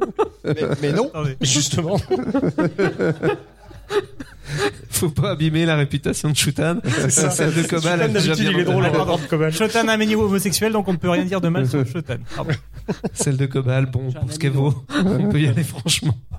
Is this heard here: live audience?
yes